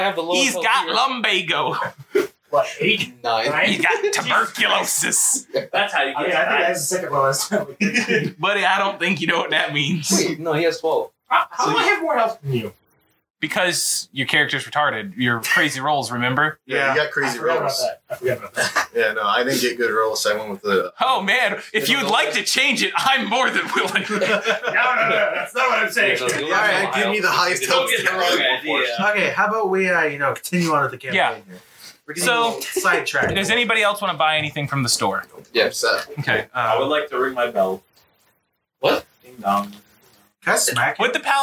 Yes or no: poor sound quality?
yes